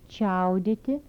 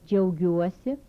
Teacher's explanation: Alveolar palatal affricates with palatalization.